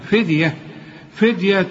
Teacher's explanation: كل الحروف هي مرققة لكن الدال قلقلها